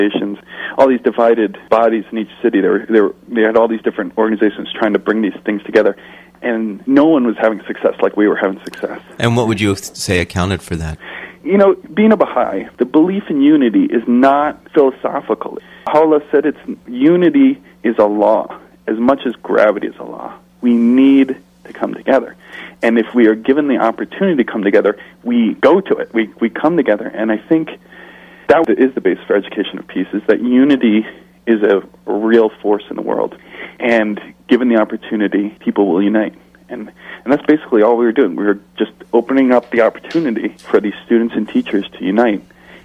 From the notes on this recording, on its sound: In this second telephone interview.